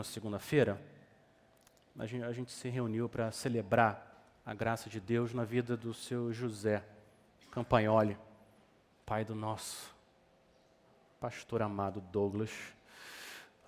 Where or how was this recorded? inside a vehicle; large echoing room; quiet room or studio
large echoing room